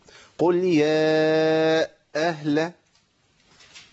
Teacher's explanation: لكن خطا منتشر جدا، اي قطع للصوت قبل الهمزه بهمزه ساكنه